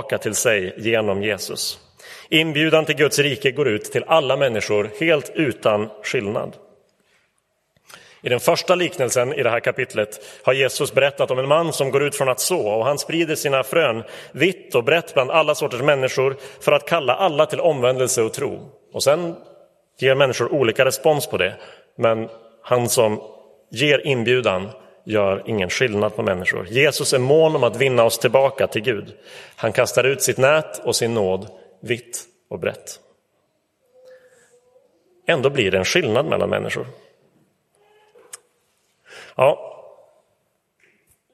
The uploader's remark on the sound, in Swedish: Inspelad i Roseniuskyrkan den 26 november 2023.